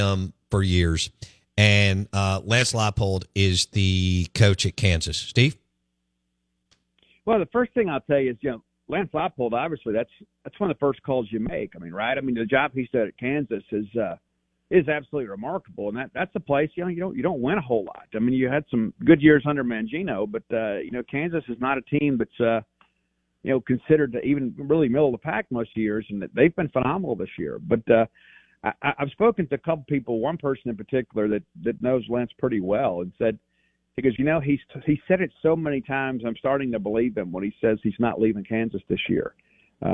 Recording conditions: phone line